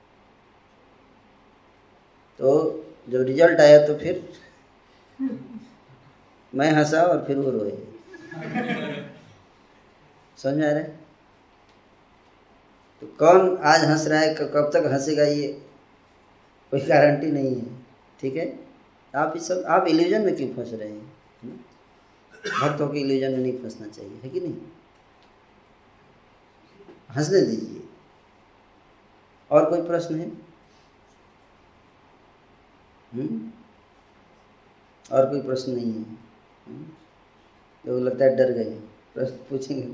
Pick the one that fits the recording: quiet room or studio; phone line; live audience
live audience